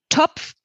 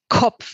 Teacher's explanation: statt dem T nach hinten das zum K ziehe. Alles, was nach hinten geht quasi, das ist etwas, was pathologisch ist.